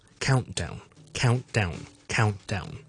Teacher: 而 count 咧加咗个 t 音喺后面個 T 音未必一定要讀出嚟嘅。如果咧後面直接好快連住第二個字嘅時候